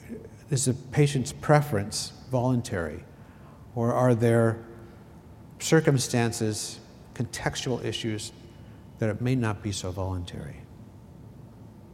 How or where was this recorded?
large echoing room